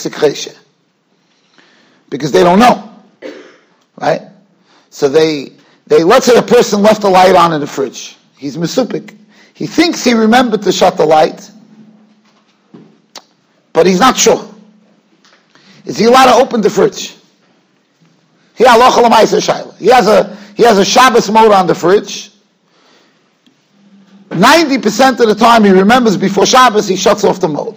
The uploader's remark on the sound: Shiur recorded in Yeshivas Ohr Reuven, Monsey, NY.